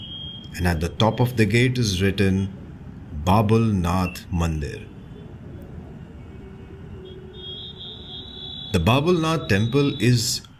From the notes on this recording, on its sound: With the help of ambient sounds and noises from the actual places, we will bevisiting the areas, the buildings & the food joints which make Mumbai. This sound journey through the roads, streets, bylanes of South Mumbai. You and I will visit some prominent buildings, landmarks and food joints with actual ambient sounds and noises.